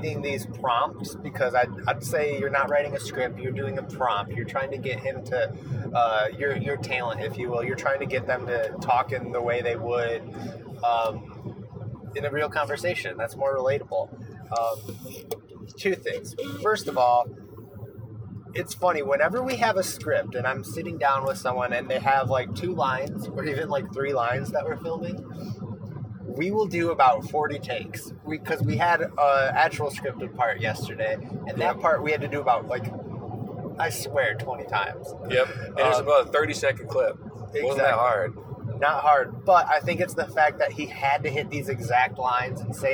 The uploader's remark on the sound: Were finally together in person long enough to sit down and have a good pod sesh! I also have to apologize for the sound quality on this one! It's not terrible but we are in a car for the record. Were on a video shoot in Chicago when we recorded this episode.